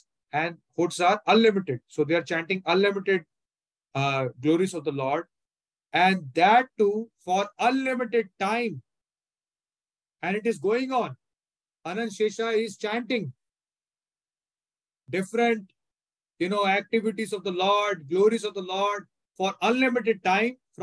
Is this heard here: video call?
yes